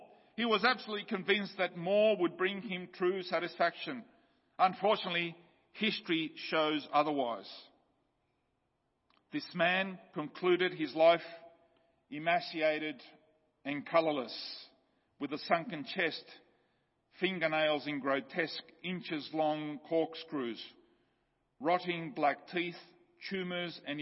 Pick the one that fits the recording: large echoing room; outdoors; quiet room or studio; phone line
large echoing room